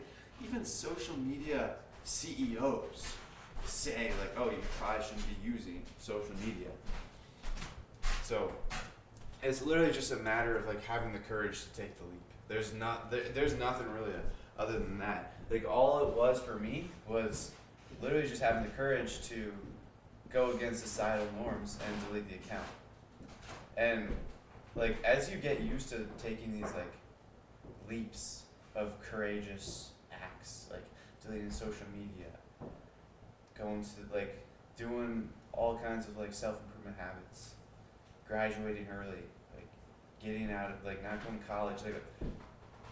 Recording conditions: poor sound quality